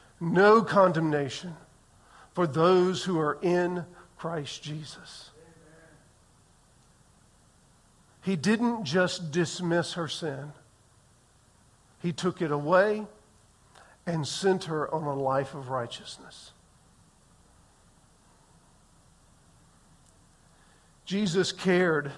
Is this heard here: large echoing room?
yes